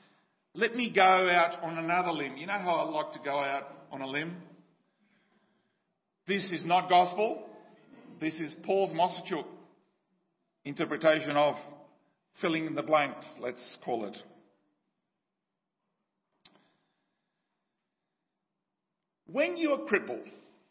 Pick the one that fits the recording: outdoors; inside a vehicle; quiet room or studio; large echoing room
large echoing room